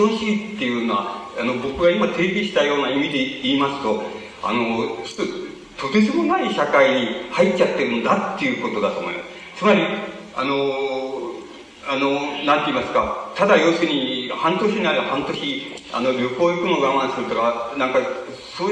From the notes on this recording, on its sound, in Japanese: 主催：社会党 場所：社会文化会館5階ホール。社会党本部の要請により行われた。音源は客席から録音されているため 反響音や音割れ、ノイズがあり、 音質はあまりよくない。